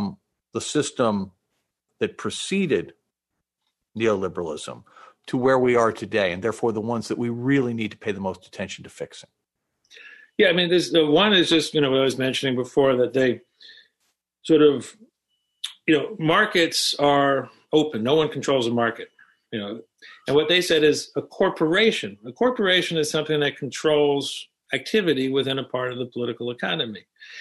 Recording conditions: video call